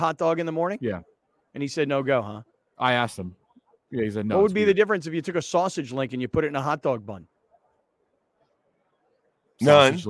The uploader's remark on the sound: LIVE FROM THE SUPER BOWL DAY 3